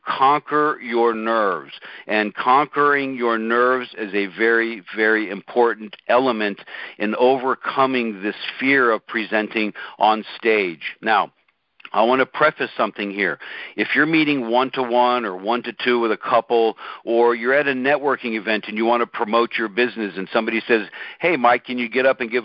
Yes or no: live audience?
no